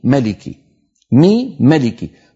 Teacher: التقى ميمان لكن حالت بينهما الكسرة وهي ياء قصيرة